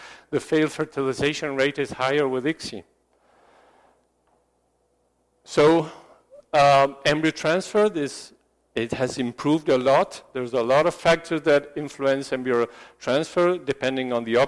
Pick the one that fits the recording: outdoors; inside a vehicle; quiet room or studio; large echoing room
large echoing room